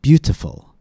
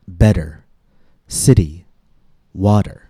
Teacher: the letter T sounds more like a quick, light D · Shown in: second take · and not like the aspirated T we discussed in last week's podcast. · Term: the tap